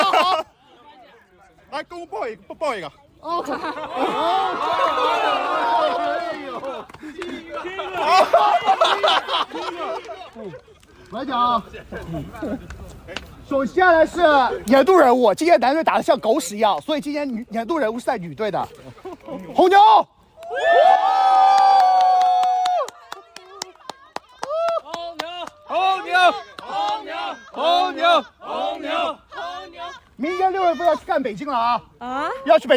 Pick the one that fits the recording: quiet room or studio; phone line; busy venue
busy venue